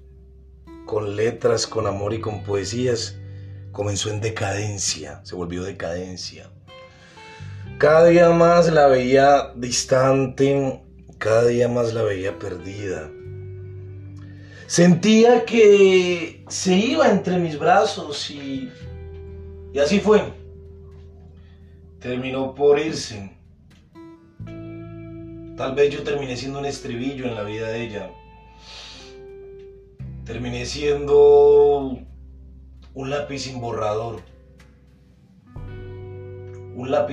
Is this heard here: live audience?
no